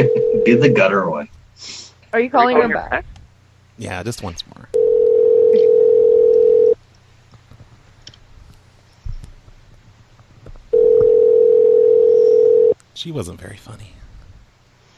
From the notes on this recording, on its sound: …'s Personal Prank Phone Calls Collection.